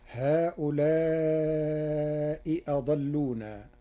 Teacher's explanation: قرأ ورش كلمتي هؤلاء أضلونا بإبدال الهمزة الثانية ياء، فتصير هؤلاء يضلون على لغة بعض العرب.